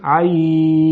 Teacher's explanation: پس از یا لین سکون عارض آمده در وقف · Term: مد لین عارض